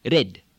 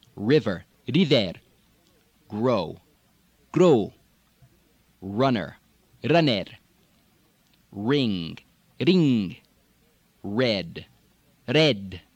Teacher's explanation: Farsi, similar to Arabic, has one tap on the R. Not really a roll, but a roll.